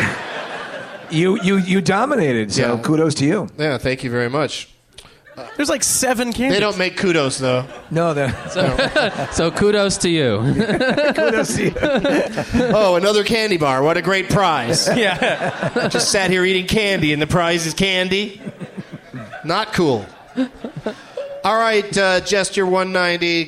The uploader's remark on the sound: Live from the Helium Comedy Club in Philadelphia